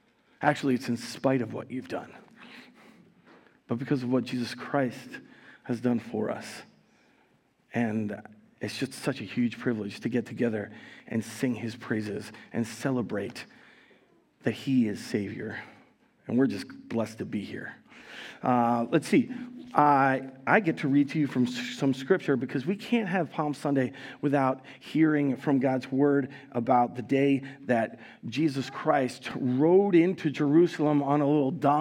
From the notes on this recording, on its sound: Recorded live at Word of Life Church in Le Sueur, Minnesota, on April 2, 2023